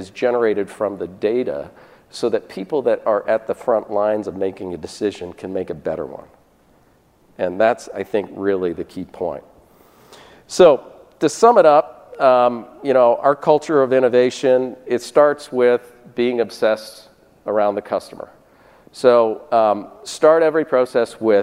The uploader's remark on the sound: This session was presented at the 8th annual DPharm conference in September 2018.